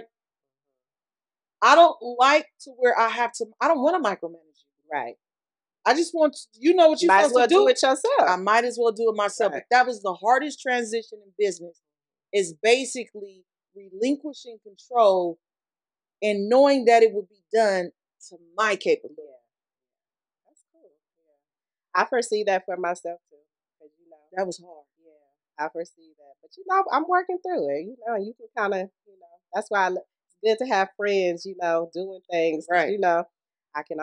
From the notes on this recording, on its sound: Sorry about the audio my husband is learning the equipment